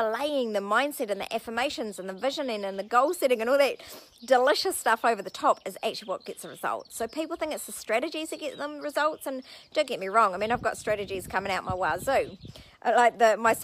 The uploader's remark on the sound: This audio was recorded outside so I apologize for the sound quality